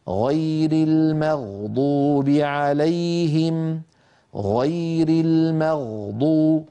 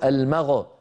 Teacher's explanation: أن نقول غير المغضوب عليهم، غير المغضوب من غير اهتزاز · Shown in: first take · لا نقول المغ، هذه نتجنبها إن شاء الله.